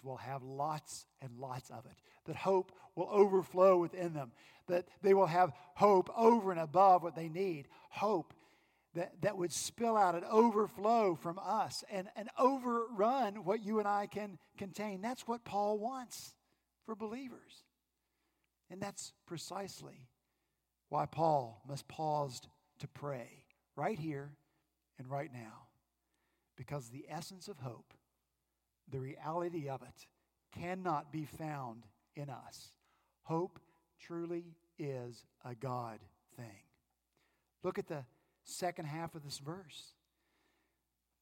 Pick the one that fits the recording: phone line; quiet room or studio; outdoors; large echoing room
large echoing room